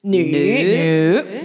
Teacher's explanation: it's a third tone, so we make an effort. Go down first and up.